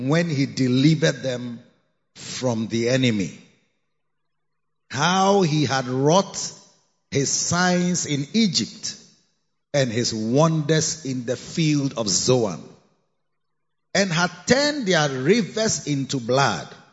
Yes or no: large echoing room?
yes